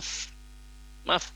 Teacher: Nah, lafaznya maf karena huruf fa itu pertemuan antara gigi barisan atas ya. Bertemu dengan bibir bagian bawah yang bagian dalamnya